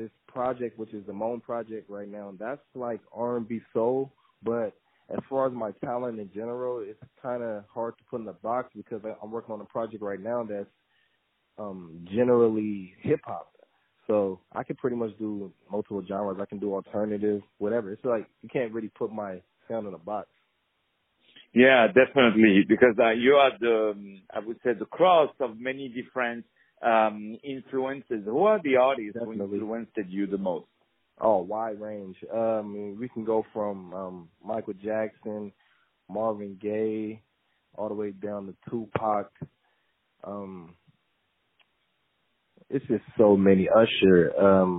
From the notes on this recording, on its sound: On the phone